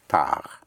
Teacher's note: you don't sound the D because it is spelled T-A-R-D without an E.